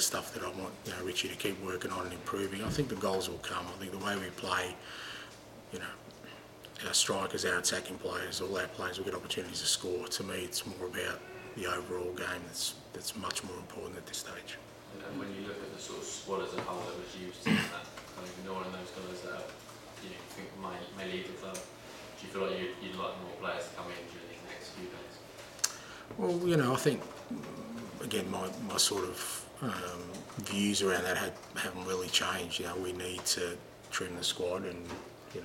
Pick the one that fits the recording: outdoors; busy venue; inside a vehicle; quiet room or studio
busy venue